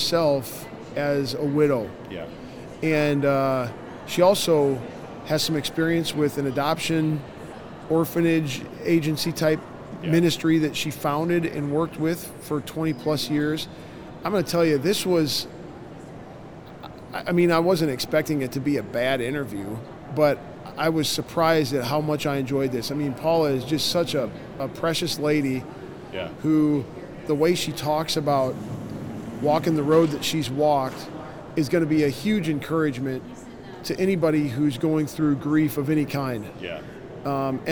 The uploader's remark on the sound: LIVE from CPE 2022!